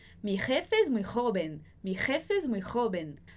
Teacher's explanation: Você faz um pouquinho mais de força para passar esse som do J pela sua garganta. · Term: som mais forte